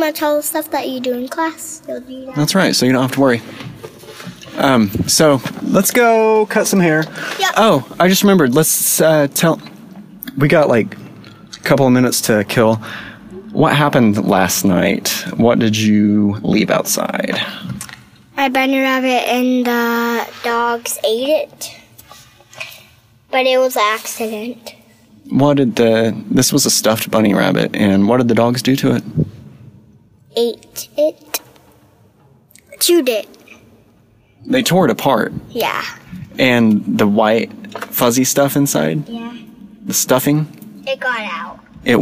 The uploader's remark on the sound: We pulled off the road